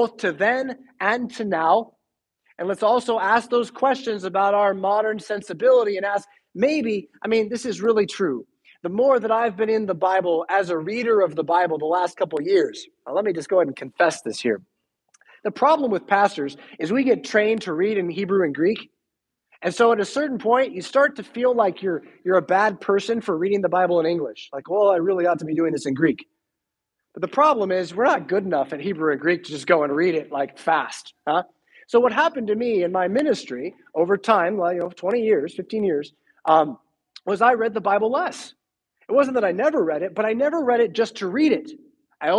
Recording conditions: large echoing room